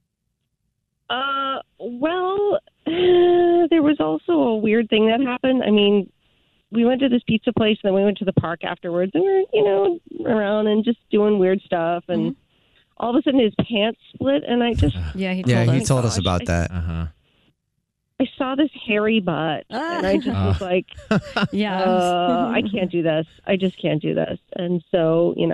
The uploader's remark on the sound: called into The Jubal Show